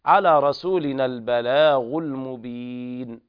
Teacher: والوقف على النون بالسكون المجرد